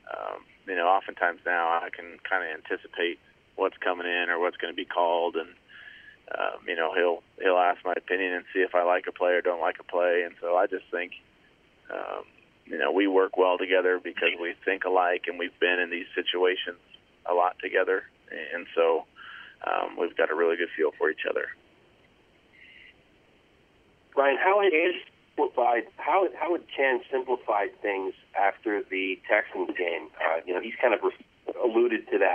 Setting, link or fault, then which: link, phone line